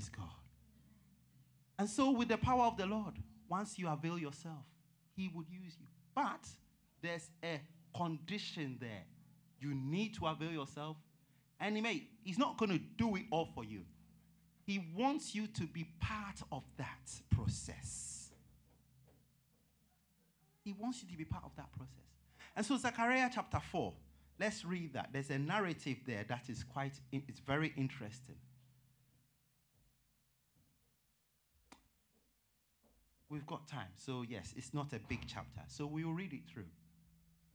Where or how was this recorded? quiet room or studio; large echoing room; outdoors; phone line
large echoing room